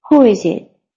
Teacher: No se pronuncia la W.